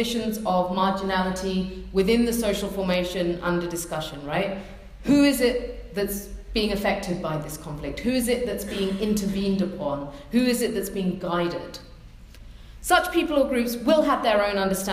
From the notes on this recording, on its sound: a recording of a keynote address given on March 16th 2017 at the AFK-EUPRA Joint Conference